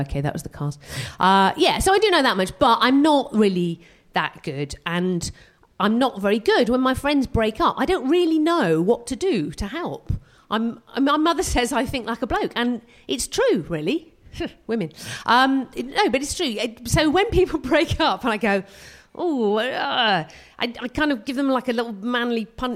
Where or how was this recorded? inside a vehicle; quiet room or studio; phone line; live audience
live audience